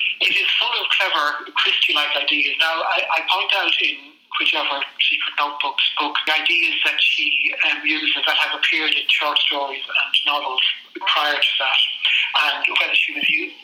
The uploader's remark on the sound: Despite some sound quality issues